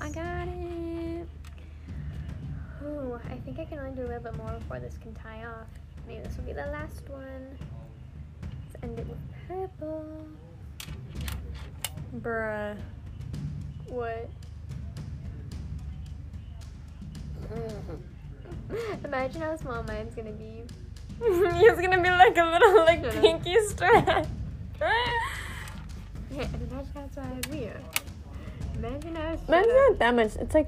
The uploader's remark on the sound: We answer questions while working live at the factory.